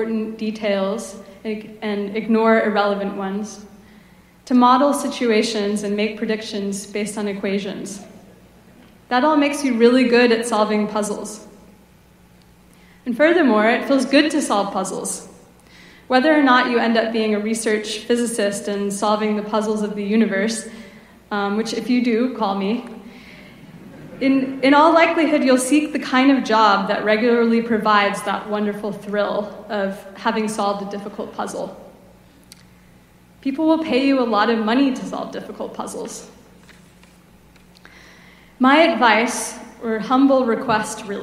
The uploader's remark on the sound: Gives the keynote commencement speech to the Class of 2023 at Berkeley Physics. Ceremony.